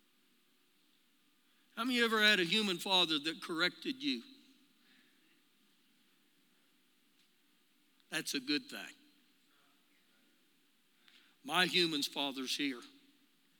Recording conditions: large echoing room